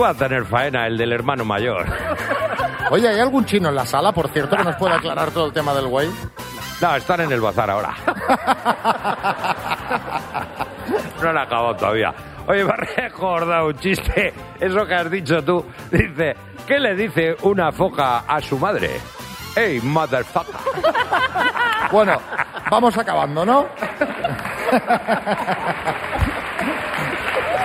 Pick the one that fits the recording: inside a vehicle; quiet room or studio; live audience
live audience